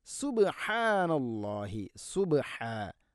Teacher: സുബ്ഹാ ബാഇനെ ഖൽഖല ചെയ്യണം